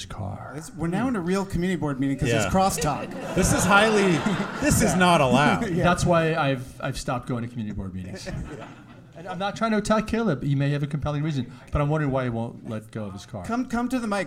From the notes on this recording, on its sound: This special episode of The War on Cars was recorded live before a sold-out audience at Caveat on the Lower East Side of Manhattan and was styled after a community board meeting.